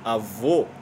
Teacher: A gente tá falando um som fechado. É um O fechado, né?